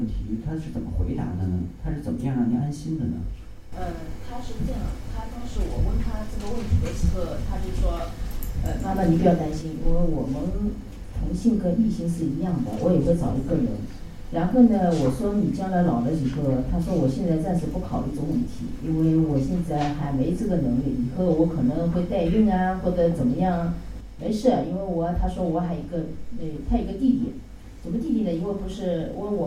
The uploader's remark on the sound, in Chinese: 亲子交流指导会。390shanghai 温馨咖啡馆走起！基中营广播第一时间去到活动现场，为大家带来活动现场最真实的声音。